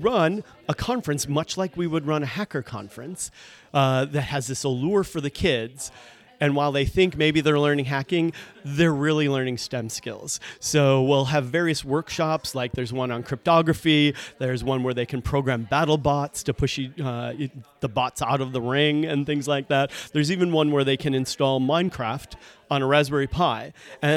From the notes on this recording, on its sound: Live from the Securing Sexuality conference. Take questions from callers about secure collaboration and password managers live from the Focivity booth at the Securing Sexuality conference in Detroit.